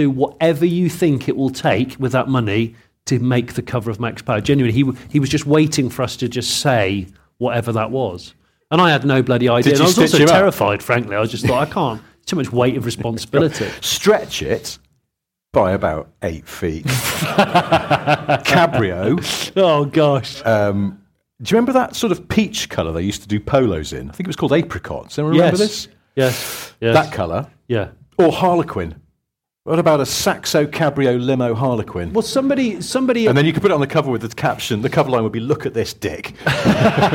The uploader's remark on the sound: Audience questions live from Coventry. In their second live recording at Stellantis HQ.